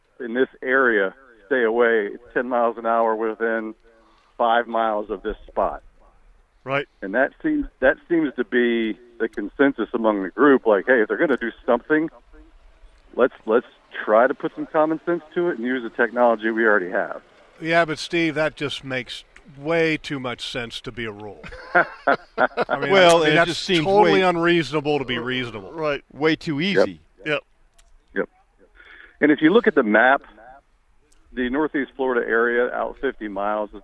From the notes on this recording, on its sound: LIVE at the NEFL Fall Boat Show! The guys sounded off about it, along with a collection of callers, too.